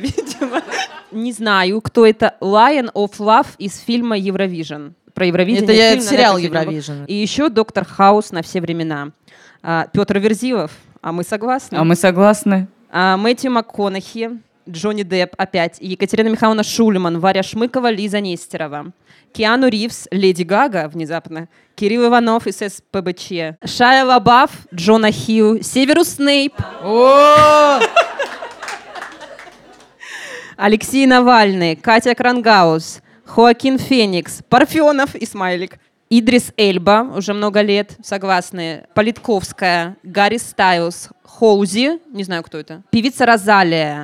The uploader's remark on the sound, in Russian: Live в «Ровеснике». В этом эпизоде, записанном вживую на сцене бара «Ровесник».